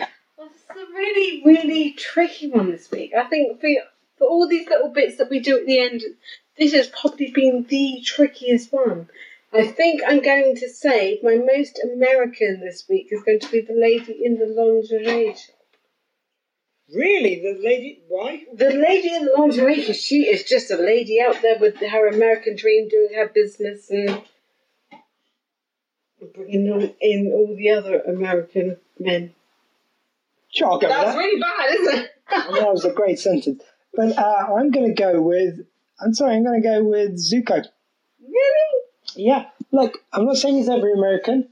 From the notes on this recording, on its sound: Sorry for any lack of audio quality. Sorry for the lack of general quality, but we got quite drunk on this one.